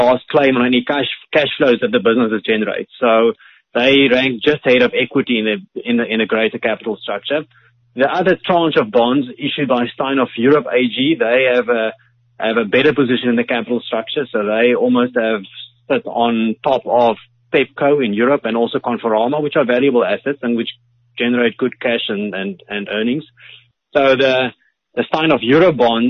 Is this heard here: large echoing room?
no